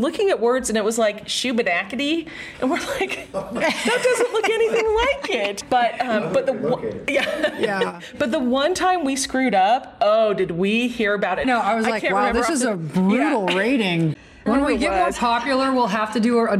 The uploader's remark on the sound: We're LIVE from Chattanooga! We recorded it last week LIVE in Chattanooga, Tennessee!